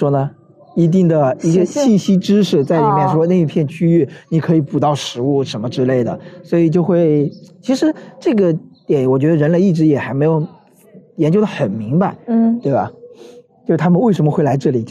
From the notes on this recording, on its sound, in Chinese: 本期节目的录制是在植物园中边行走边进行录制的，也许会有一定的杂音